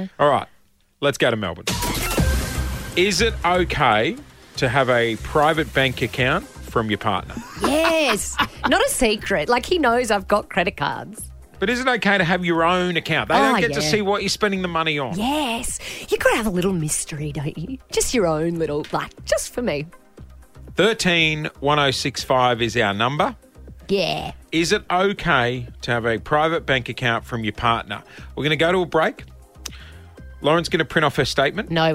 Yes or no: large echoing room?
no